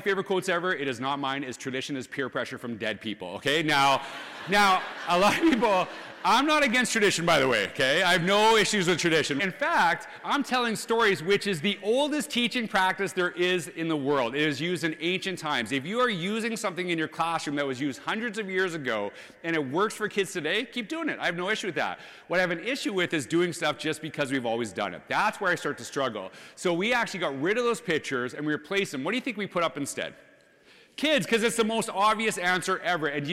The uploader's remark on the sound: This is a clip from the #FACTS2023 National Conference in Orlando, Florida